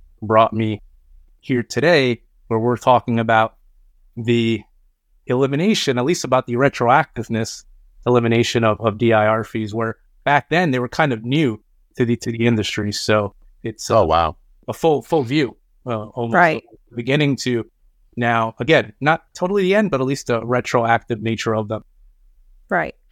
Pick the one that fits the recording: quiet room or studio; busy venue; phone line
quiet room or studio